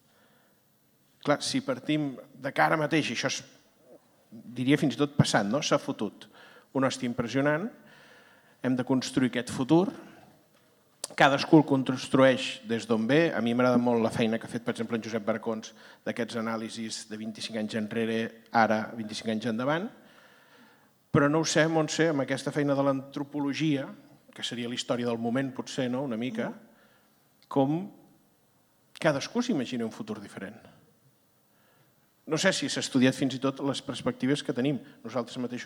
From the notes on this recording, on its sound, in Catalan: Des del Born amb el Gremi de Revenedors. El pòdcast d’aquesta Reserva d’El Temps de les Arts -en directe i públic- serví com a presentació d’aquest nou llibre.